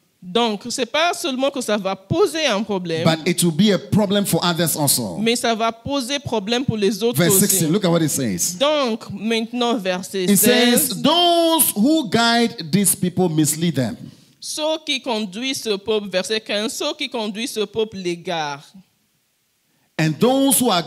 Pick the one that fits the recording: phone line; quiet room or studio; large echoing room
large echoing room